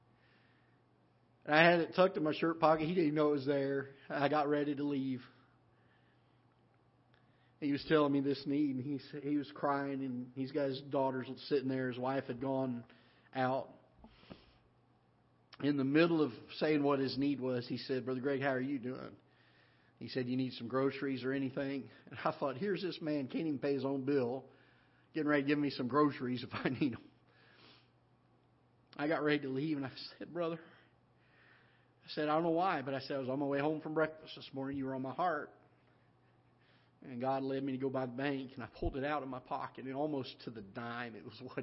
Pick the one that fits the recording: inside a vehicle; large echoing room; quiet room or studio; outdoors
large echoing room